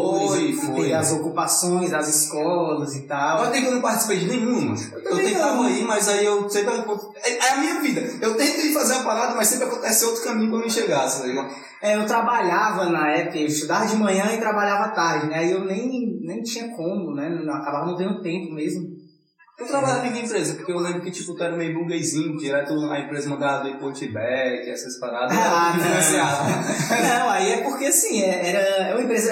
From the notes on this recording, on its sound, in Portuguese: O áudio está um pouco ruim, devido a tentativa de remover os vários ruídos presentes.